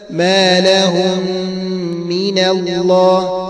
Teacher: أما هنا فالكلام واحد لأن الإدغام حرف في حرف واحد وهي الميم في مثلها، فنقول مثلا ما لهم من الله هكذا، فدخول الميم في الميم مثلها بحيث يصيران ميما واحدة مشددة تنطبق عليهما الشفتين انطباقة واحدة